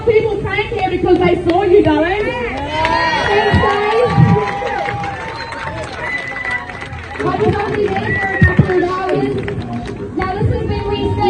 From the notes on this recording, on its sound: NAKED-GIRL PARLIAMENT SPEECH. This occurred at Wellington parliament grounds in New Zealand on 10th February as part of the Convoy22 anti-mandate protest. I delivered this speech looking over at a statue of my great-great-great-uncle 'King Dick'.